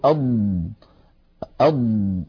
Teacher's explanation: فالضاد يا إخوتي حرف مجهور وليس فيه جريان للصوت للنفس، لأنه ليس من حروف سكت فحثه شخص، فلما نقول أض نجد بأنه لا يجري معها نفس ولكن الصوت يمتد · Term: رخاوة